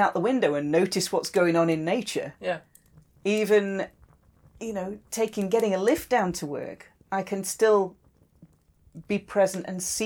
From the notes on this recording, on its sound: Background fire ambience